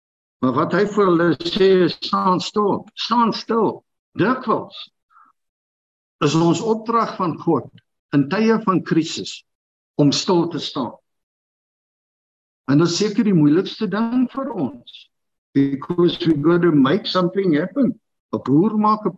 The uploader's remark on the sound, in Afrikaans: Manne van die Woord Zoom Byeenkoms 17 Maart 2022